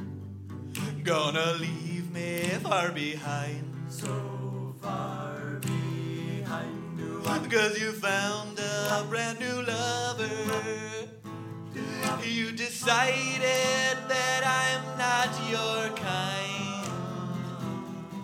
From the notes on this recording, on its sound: Our second live show. Recorded 5/11 at Largo in Los Angeles.